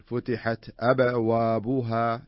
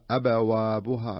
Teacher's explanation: الأولى يعني ينتبه للقلقلة فيها، حتى لأن بعض الناس يقرأها بدون قلقلة، تحصل يقرأها حتى إذا فتحت أبوابها، لا، لابد تقلقل، يكون في نبرة القلقلة اللي هي الارتداع الارتعاد